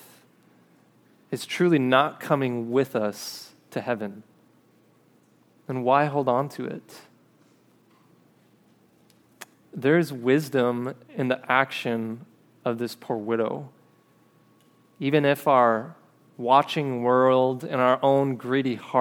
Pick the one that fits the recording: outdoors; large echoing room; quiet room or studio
large echoing room